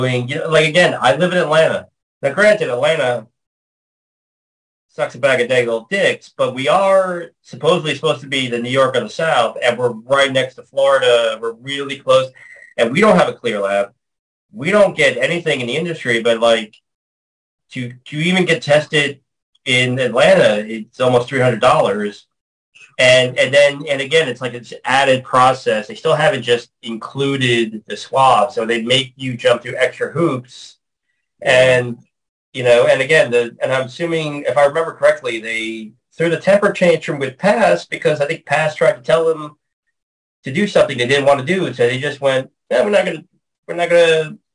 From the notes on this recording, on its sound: on our 5/14/2023 Zoom Show